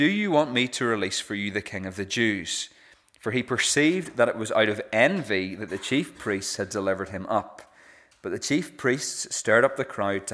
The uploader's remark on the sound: This is the recording of the Bible reading and sermon from our evening service on Sunday 26th March 2023.